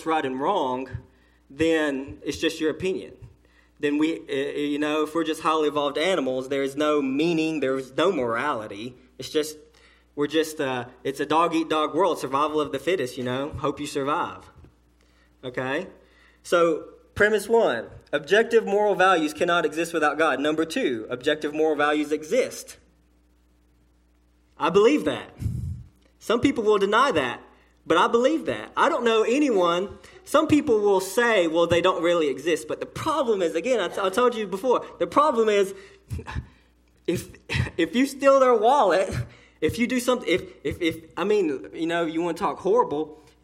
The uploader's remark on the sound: A sermon delivered to Cottondale Baptist Church in Eastman, GA on Sunday 1/14/18 during the 6:00pm service